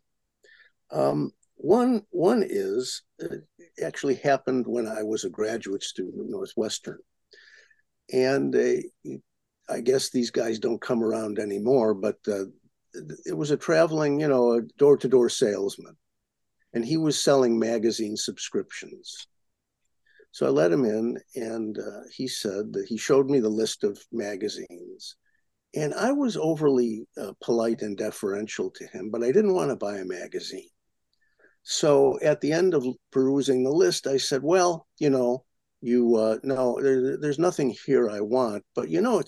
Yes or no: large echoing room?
no